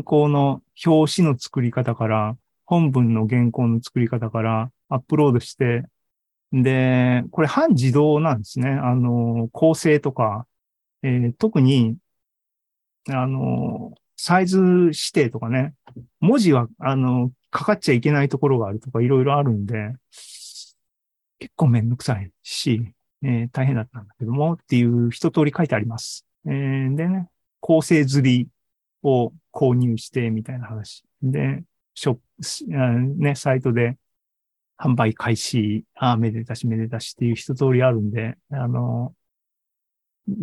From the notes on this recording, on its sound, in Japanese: ZOOMライブの模様です。